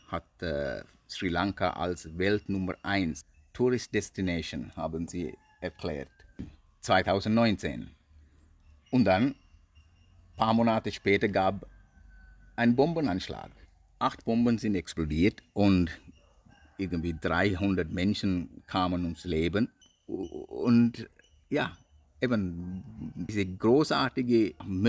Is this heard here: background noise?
yes